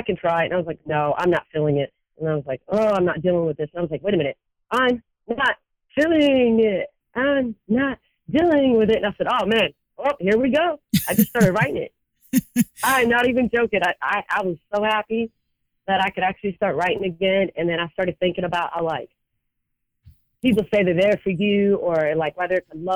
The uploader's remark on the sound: I recently sat down for a telephone interview